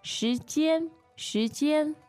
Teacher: Tones there are second and first.